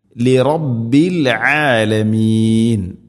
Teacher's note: ഇവിടെ ശ്രദ്ധിക്കേണ്ടത് ആലമീൻ എന്നതിലെ ഐന്, തൊണ്ടയുടെ മധ്യഭാഗമാണ് മഖ്റജ്, കൃത്യമായിട്ട് ഉച്ചരിക്കണം